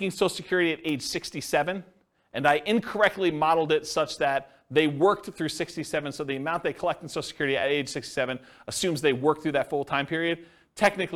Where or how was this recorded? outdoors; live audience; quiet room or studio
live audience